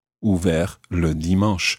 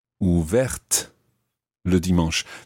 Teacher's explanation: So ouvert ends in a T, which is silent. Ouverte ends in the TE, making the T pronounced.